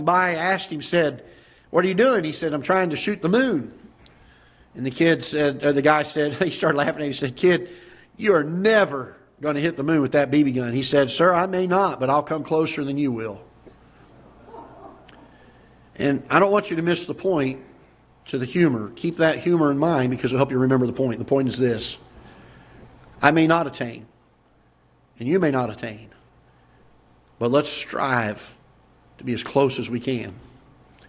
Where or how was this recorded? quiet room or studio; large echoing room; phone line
large echoing room